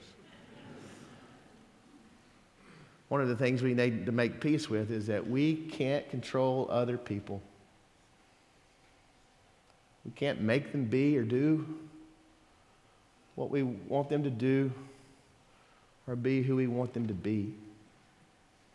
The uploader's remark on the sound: Sermon audio from Sunday December 10th, 2023